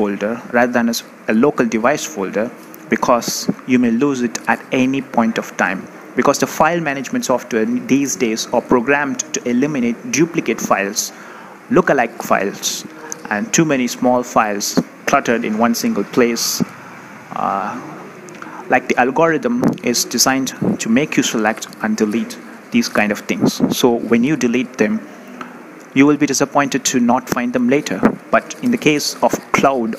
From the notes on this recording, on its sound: Live audio has been captured from the spot so as to provide a real feel.